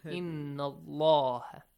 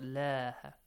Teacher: The word Allah Almighty, we have told you a lot, okay, and I will repeat that the word Allah, whenever there is a fatha sound before the word Allah or a dhamma sound, the word Allah, the lam, the little lam of the word Allah, will be pronounced heavily. · Shown in: first take